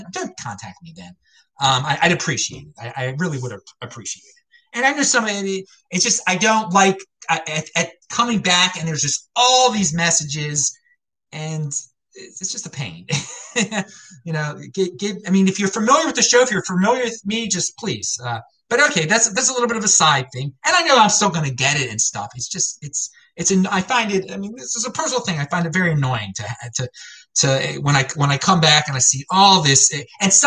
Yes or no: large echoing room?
no